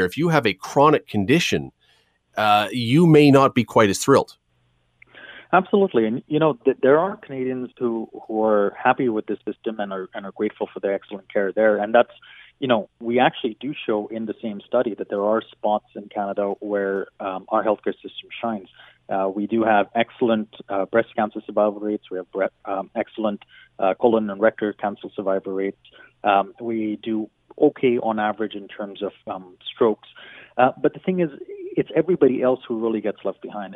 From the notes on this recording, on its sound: opens the phone lines